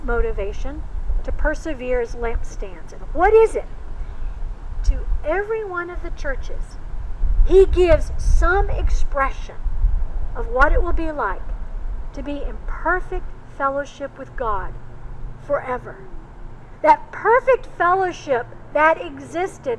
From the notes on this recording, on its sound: Recorded outside. Coming to you from Old South Presbyterian Church in Newburyport, MA.